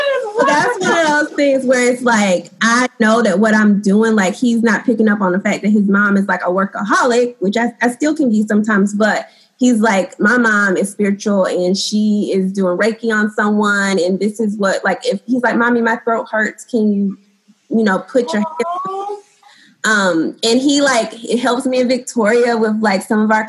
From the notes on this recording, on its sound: If the audio isn't up to par